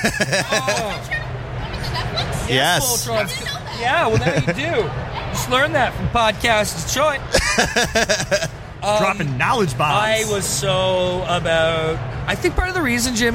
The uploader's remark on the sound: Live From Motor City Comic Con